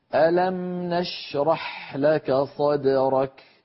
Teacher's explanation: هل لاحظتم أن ألم في الميم جريان جزئي للصوت أخذ زمنا معينا؟ نشرح زمن الشين زمن الحاء أطول من زمن الميم.